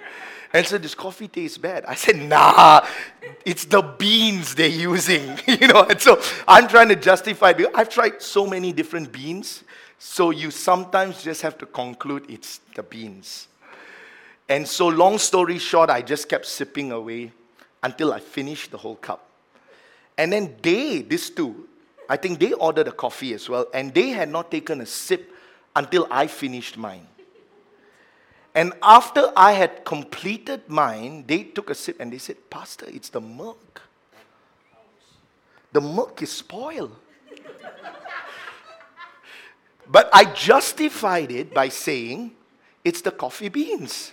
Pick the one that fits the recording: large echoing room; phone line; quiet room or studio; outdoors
large echoing room